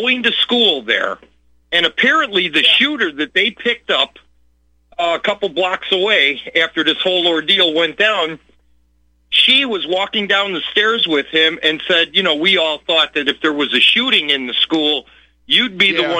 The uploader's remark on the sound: opens phone lines for callers